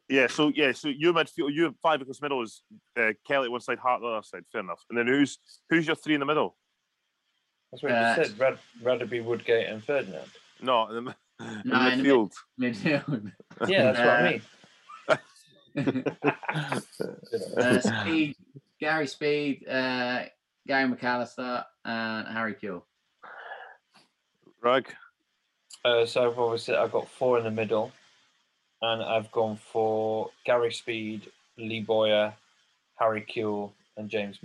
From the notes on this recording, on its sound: The Football Humans are back on Zoom